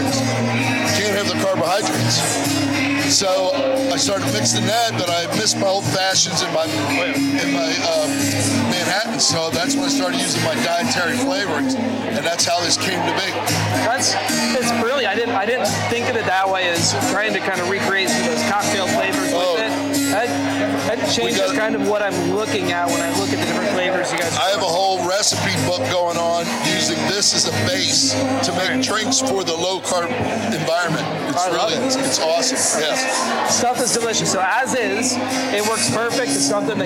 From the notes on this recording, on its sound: I never really seem to learn my lesson about recording shows on location from loud events, do I? This episode is packed full of the chaos you would expect from trying to record during a beer festival. It's loud, a little disorganized, yet a ton of fun.